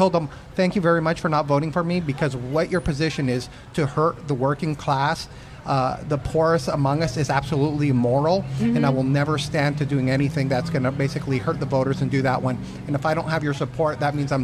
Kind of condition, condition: setting, outdoors